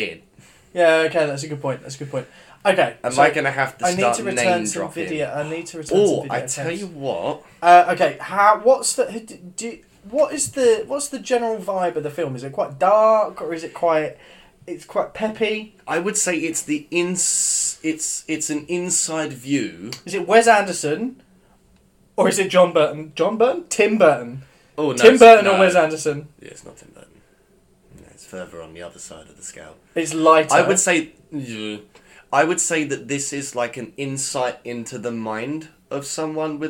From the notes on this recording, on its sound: This was recorded on a dark Tuesday evening, on a 15 year old USB Microphone.